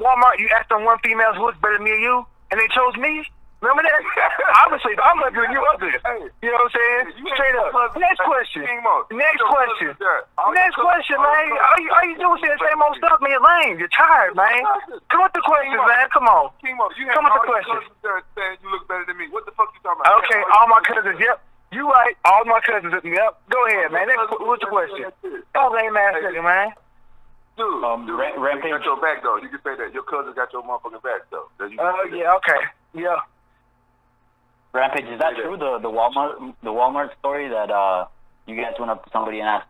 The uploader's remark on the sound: Media Conference Call